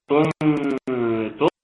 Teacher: كنتم، حكمها الاخفاء، نون ساكنه اتى بعدها حرف التاء ويكون بالتالي حكمها الاخفاء